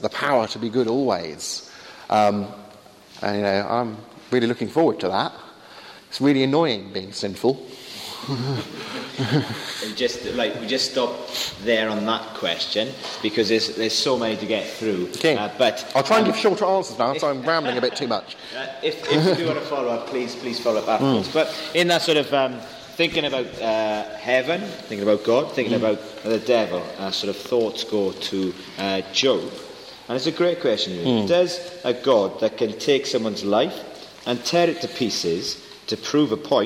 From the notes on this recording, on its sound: Wide ranging Q&A time with students at Highfields Church Cardiff, 2012.